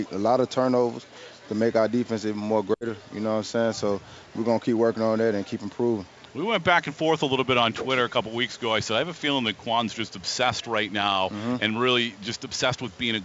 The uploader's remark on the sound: LIVE from Bucs Training Camp